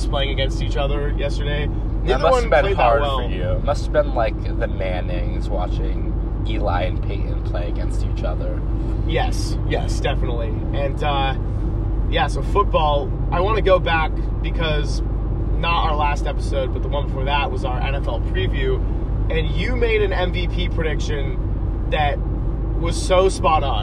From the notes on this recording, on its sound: Decided to record an unscripted podcast on their way back from Los Angeles, CA. The brother's have a lot to talk about in the car.